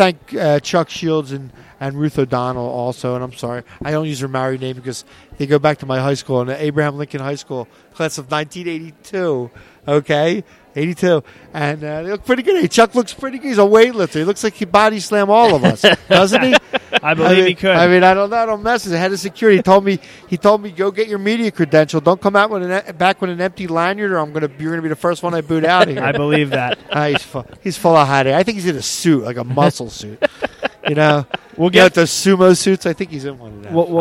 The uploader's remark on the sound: live on … Sports from the Philadelphia Sports Hall of Fame Induction Dinner on November 3rd at the Hilton Hotel in Bala Cynwyd